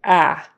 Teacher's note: Ah, your jaw drops quite a bit and your mouth opens wide. · Term: short A